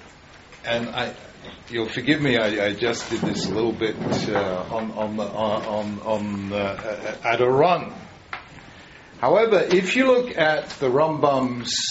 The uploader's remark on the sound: This is a recording of a shiur at Eretz HaTzvi. Including short Q&A.